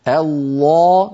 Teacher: أقصاه مرتفع يعني وفي وسطه تقعر، وأيضا لسان المزمار قد رجع إلى الوراء فأحدث تضيقا في الحلق